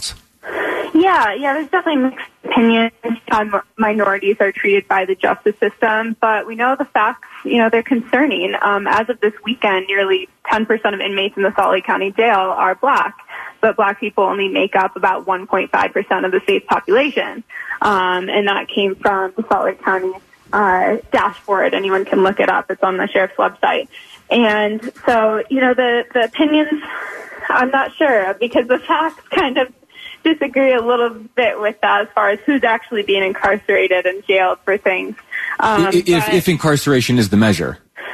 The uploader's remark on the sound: via phone